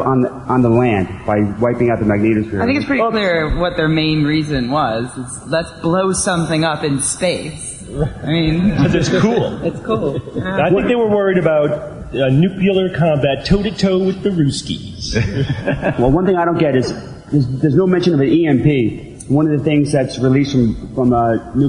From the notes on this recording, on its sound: Live Recording from TAM8. Live Q&A.